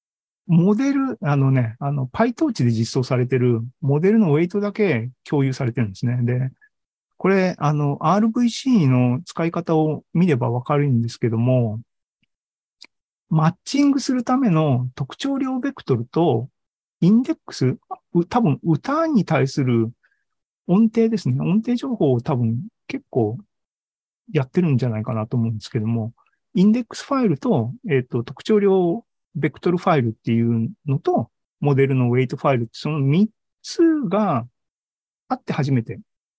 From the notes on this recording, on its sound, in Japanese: ZOOMライブの模様です。